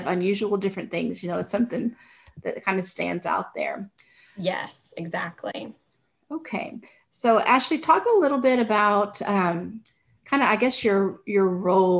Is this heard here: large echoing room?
no